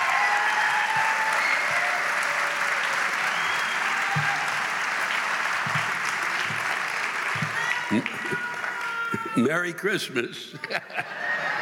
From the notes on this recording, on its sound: This week’s live rants come from the Raymond F. Kravis Center for the Performing Arts Center in West Palm Beach, Florida and the Hard Rock Live in Orlando, Florida.